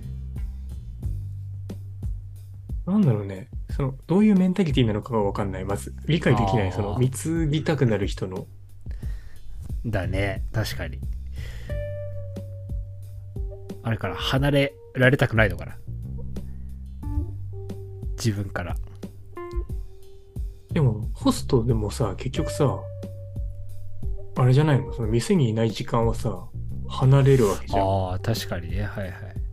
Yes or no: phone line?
no